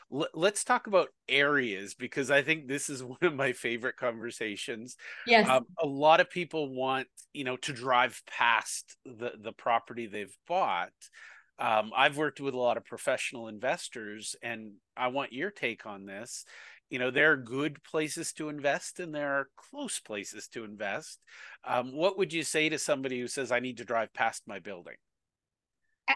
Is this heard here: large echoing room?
no